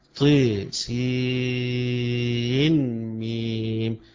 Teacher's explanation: وعند حمزة يقرأها سين ينطق بالنون بتاعتها وما يضغمهاش يبقى حمزة هيقرأها طي سين ميم، يبقى هنا السين هيقرأها بالنون التي في آخرها.